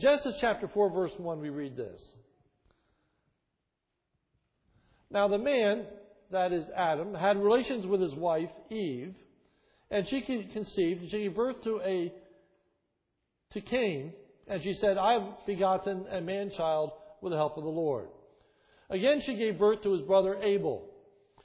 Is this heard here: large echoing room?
yes